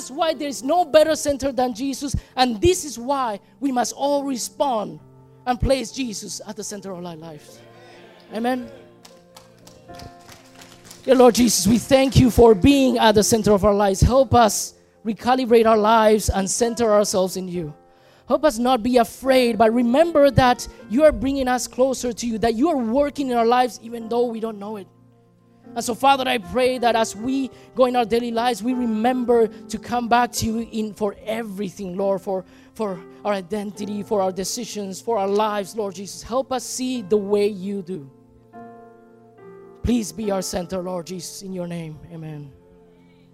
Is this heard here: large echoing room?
yes